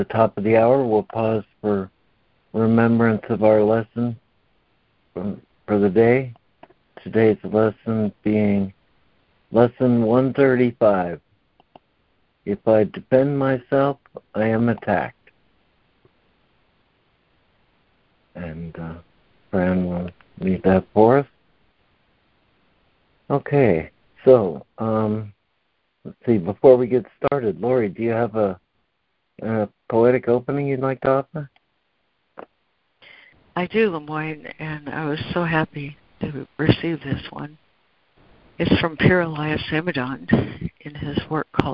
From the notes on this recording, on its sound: ACIM Daily Conference Call.